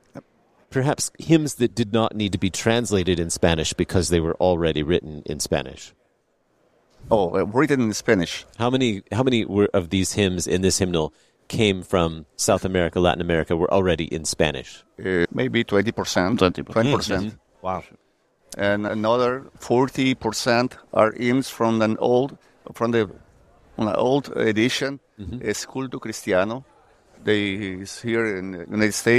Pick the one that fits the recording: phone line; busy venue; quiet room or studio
busy venue